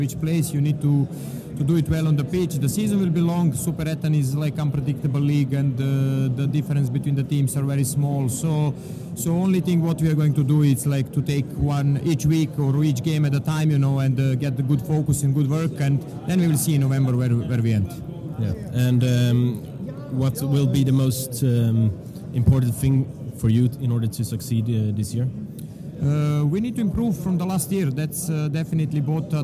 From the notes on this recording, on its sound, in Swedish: Vi ber om ursäkt för något svajigt ljud under intervjuerna. De spelades in under upptaktsträffen vilket gjort att mycket bakgrundsljud kommit med.